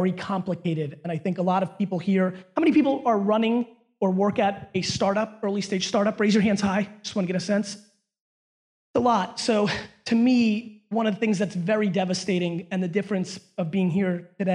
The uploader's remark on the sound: A Keynote: #SXSW 2017 LIVE Q&A